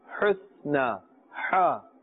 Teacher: The makhraj of it is from the center of the throat. It has a very thin sound.